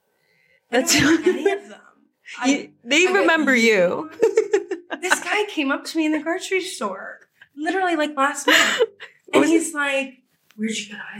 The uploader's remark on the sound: we promise our audio will be much better real soon